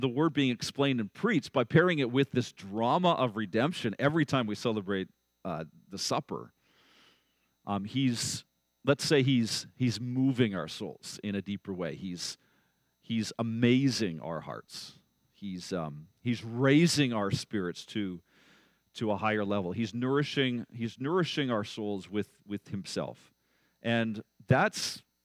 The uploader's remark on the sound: at Blessings Christian Church in Hamilton, Ontario.